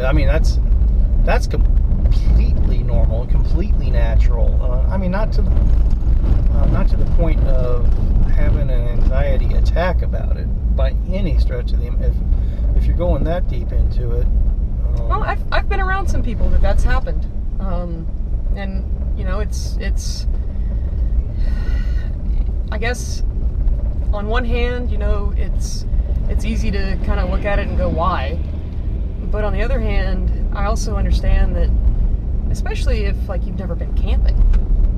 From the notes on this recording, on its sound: Scouting a route. Some background noise while driving around.